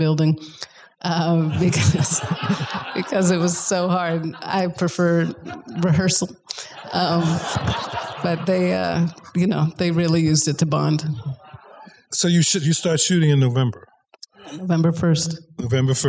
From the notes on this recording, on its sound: In a Q&A at the DGA theater in Los Angeles.